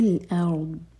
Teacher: ضاد ساکن پر جھٹکا نہ ہو